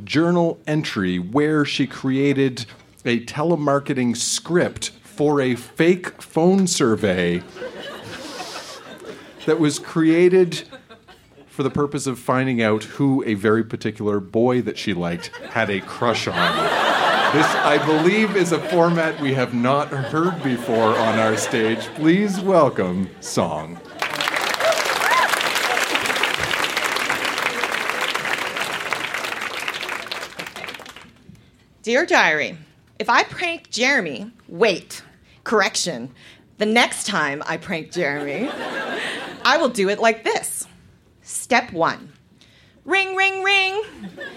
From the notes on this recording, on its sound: (Calgary). Recorded live in Calgary, AB.